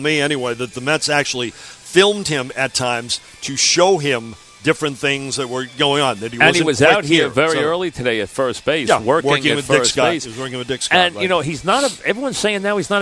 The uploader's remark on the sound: live from Citi Field